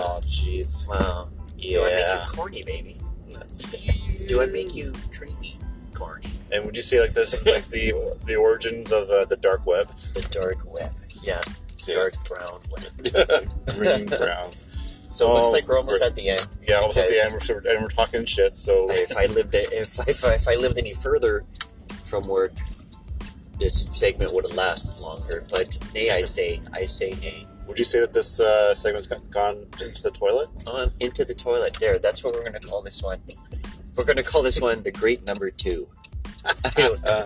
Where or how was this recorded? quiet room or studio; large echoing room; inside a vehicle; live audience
inside a vehicle